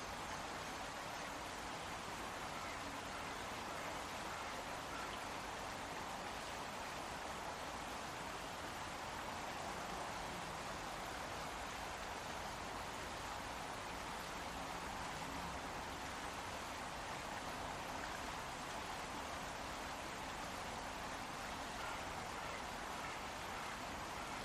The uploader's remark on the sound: a soundwalk of the River Dodder in South Dublin